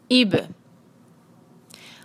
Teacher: کلکلے کی آواز بہت کھل کے، اس کو جو ہے آپ نے دبا کر نہیں رکھنا، کھل کے آواز · Term: کلکلہ